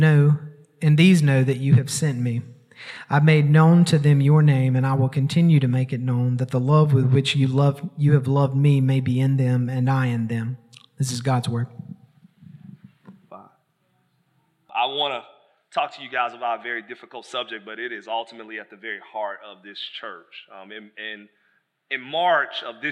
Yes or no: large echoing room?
yes